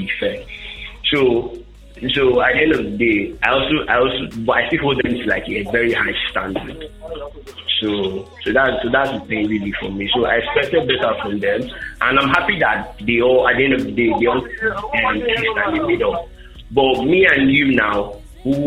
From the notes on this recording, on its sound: on a conference call with two guests